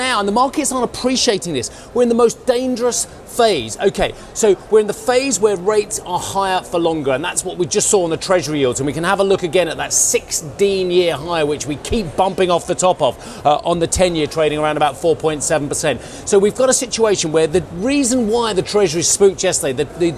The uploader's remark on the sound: We are live at ADIPEC in Abu Dhabi